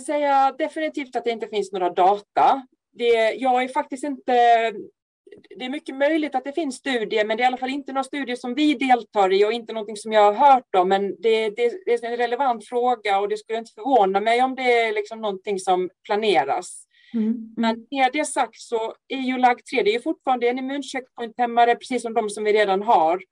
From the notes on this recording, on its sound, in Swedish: Ljudinspelningen från SOF:s webbinarium om melanom.